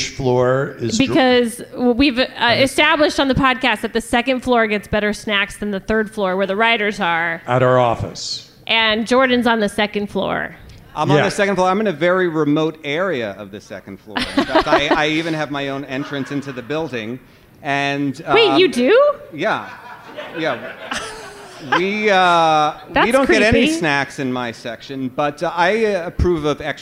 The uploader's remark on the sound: Live from Comic-Con 2019. Are live from the Team Coco House at Comic-Con 2019!